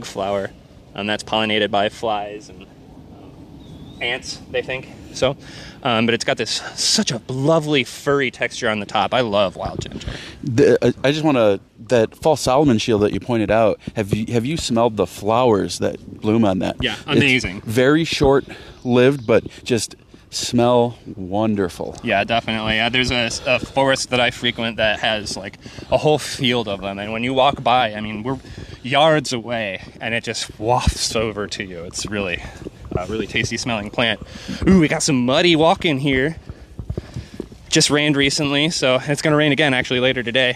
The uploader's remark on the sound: Take a June walk. If you're into mushy mushroom asmr.